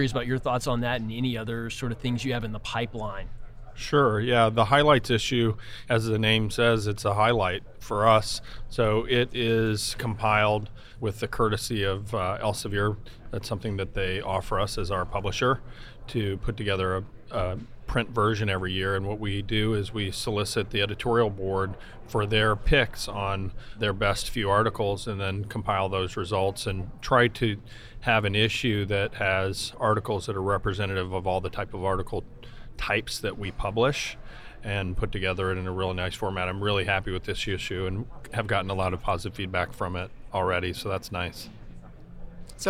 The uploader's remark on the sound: recorded at the 2021 AAHKS Annual Meeting